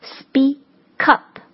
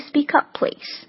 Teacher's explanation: atall， atall，前一个单词 at 辅音跟后一个单词开头的 o 的这个音，我们就把它做一个连读的处理，变成了 atall。OK， atall， I don't like it atall。还有一个动词短语 speakup，你想让人说话大一点声的时候哈，大声一点，那这个 speak 结尾的这个辅音 k 和后面的这个 up 开头的元音 a 要做一个连读的处理，那就变成了 speakup。OK， can you speak upplease， can you speak upplease。还有短语 rightaway